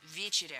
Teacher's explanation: Ударение в этом слове ставим на первый слог. И в качестве шпаргалки держим в голове слово «вечер».